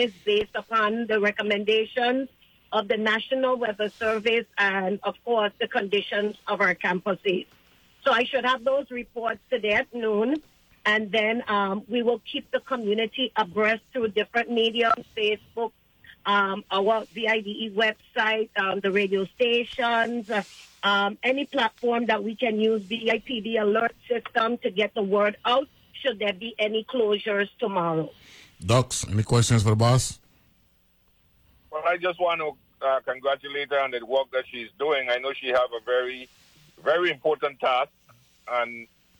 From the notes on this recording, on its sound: then is join on the phone